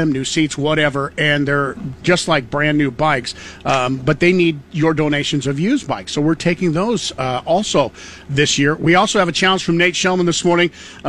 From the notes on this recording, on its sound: LIVE from the TOY DRIVE